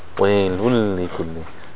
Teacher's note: the tanween, followed by lam, the noon joins the lam, it merges completely into it. · Term: idgham